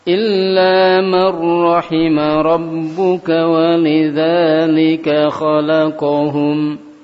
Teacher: Mar rahima di situ nun sukun ketemu dengan ra, ya. Mar rahima nun sukun langsung dimasukkan ke dalam huruf ra secara sempurna.